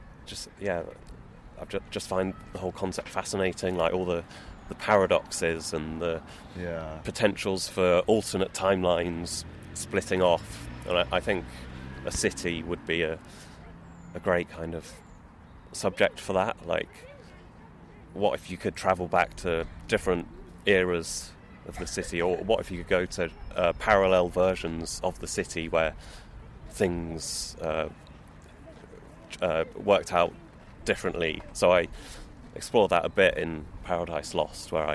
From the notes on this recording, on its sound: We recorded in a park. It was in Kings Heath Park, south Birmingham - famous as the location of the BBC Gardener's World garden.